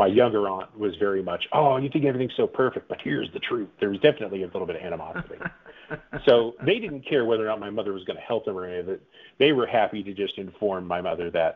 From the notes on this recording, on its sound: The audio is a bit muddy because it was a phone